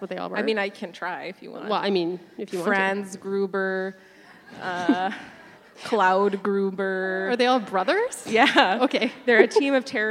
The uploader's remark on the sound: Recorded in front of a live audience at the West End Cultural Centre in Winnipeg.